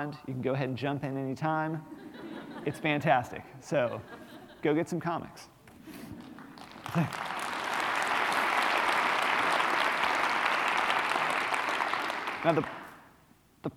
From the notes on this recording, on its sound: spoke at The University of Washington’s Meany Hall on February 23